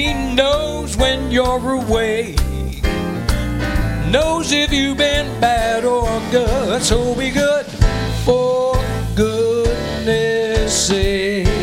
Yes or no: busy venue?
yes